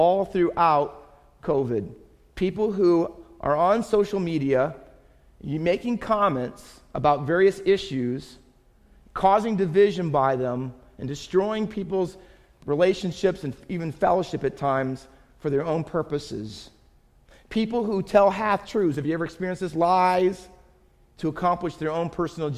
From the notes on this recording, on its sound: Faith Baptist Church in Hamilton, NJ.